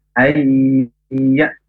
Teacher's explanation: Di, ayyazanallahu, nun sukun bertemu dengan huruf ya, maya bacaan idghom bihunnah, jadi berdengungnya itu di ya tasdidnya, ayya, ditahan dua harokat supaya berdengung.